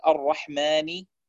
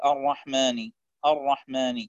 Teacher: أيضا أحيانا إن كان قبل الألف حرف الميم أو النون يمد صوت الغنة إلى الألف، يعني يصبح النطق الكلمة كله من الأنف · Shown in: second take · بدل أن يقول الرحماني يقول الرحماني الرحماني، وهذا لا يصلح.